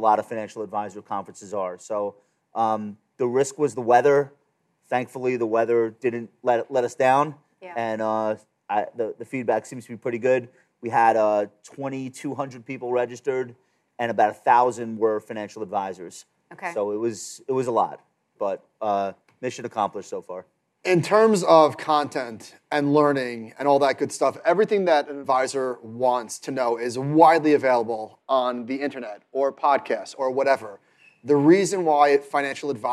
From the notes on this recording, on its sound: This episode was recorded in front of a live audience at MarketWatch's Best New Ideas in Money Festival.